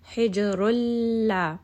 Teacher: it is not going to have ghunna, meaning that it is not going to go up into the nose. You will not pronounce that letter noon at all. · Term: idgham